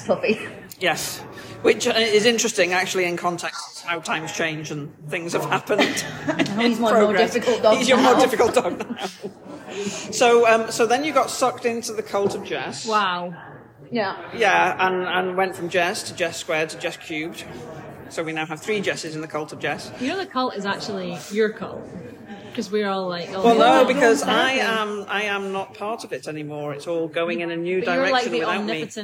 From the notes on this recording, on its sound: this episode is recorded in Starbucks so may have more background noise than a usual podcast